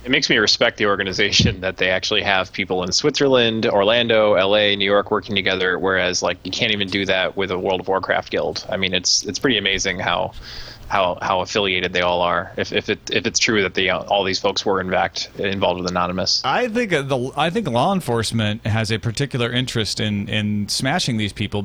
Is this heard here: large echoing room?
no